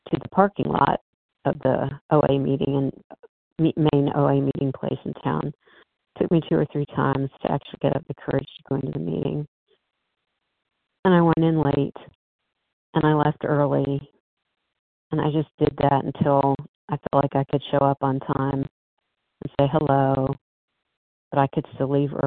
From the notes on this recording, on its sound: 100 Pounders Phone Meeting